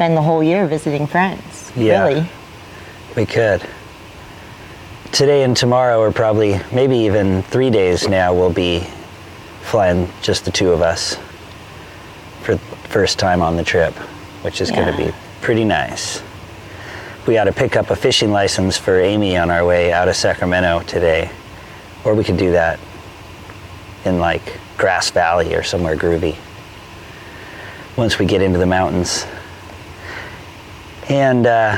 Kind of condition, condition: setting, outdoors